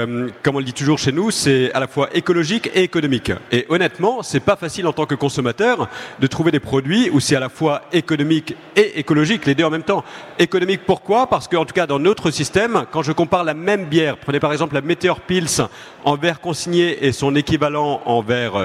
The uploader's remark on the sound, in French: Table ronde enregistrée le vendredi 21 octobre 2022, au Salon du Brasseur. Suite à un incident technique, le début de la table ronde n'est pas disponible.